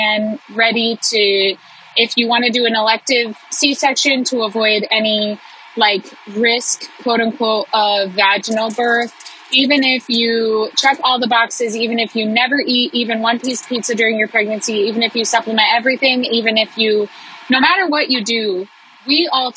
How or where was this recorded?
inside a vehicle